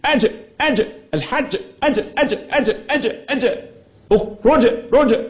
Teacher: في شدة يعني حبس جريان الصوت أج، ونتيجة بقى الشدة والجهر هتتولد القلقلة الاضطراب اللي في الحرف.